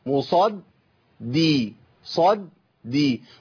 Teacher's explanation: الدال عندي مشدده، اما اجي انطقها انطقها ازاي؟ على مرحلتين، ساكن ومتحرك